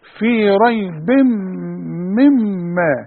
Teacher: الميم اللي عليها الشدة تغني، وانت عندك اتنين هم في ريب مما. · Term: الغنة